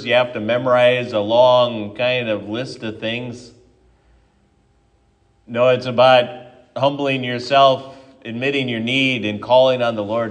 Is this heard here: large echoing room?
yes